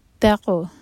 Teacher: قوف پر قلقلہ، قوف کو باؤنس کریں گے